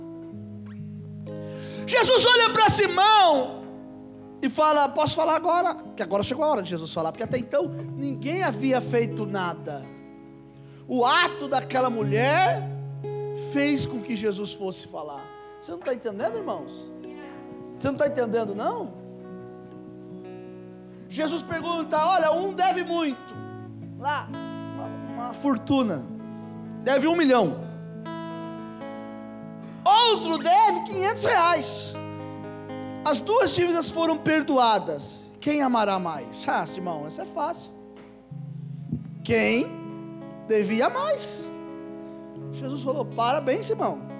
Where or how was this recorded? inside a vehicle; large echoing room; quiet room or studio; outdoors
large echoing room